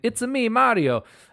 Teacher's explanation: Italian speakers will try to eliminate the awkwardness of going consonant to consonant. So they'll just add in a generic vowel sound, ah or uh, between consonants to make it flow better.